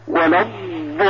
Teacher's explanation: الضاد هنا فيها رخاوة